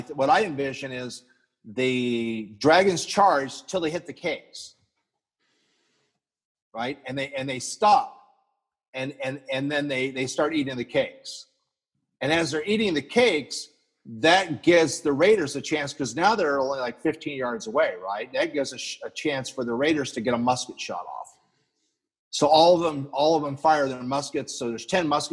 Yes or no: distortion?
no